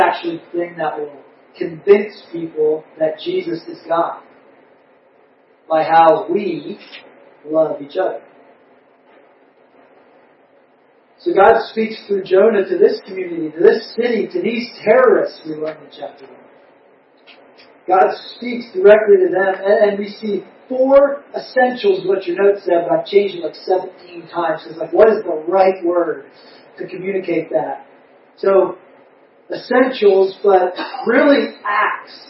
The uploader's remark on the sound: We apologize for the poor audio quality. We are working out the kinks in some new equipment.